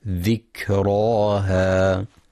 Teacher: ينتبه القارئ لهمس وشدة الكاف